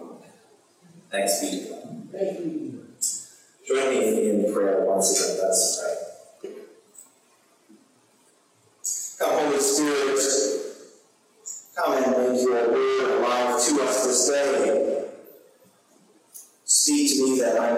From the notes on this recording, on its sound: Sermon recorded on Sunday, January 22, 2023. We had technical difficulty with our livestream, and so the sound quality is not as good as usual this week, unfortunately!